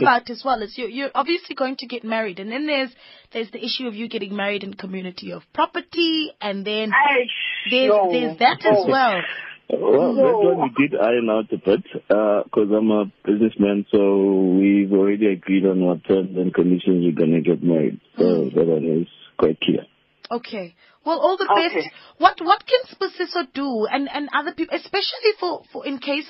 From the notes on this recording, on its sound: Guest (phone)